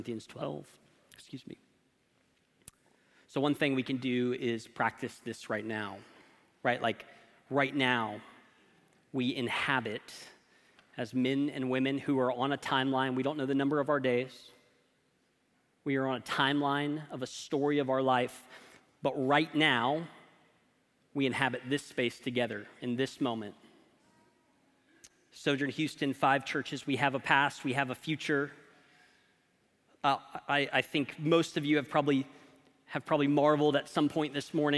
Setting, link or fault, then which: setting, large echoing room